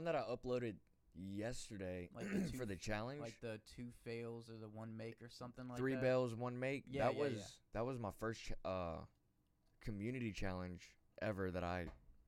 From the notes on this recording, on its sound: Sorry about the audio its really low.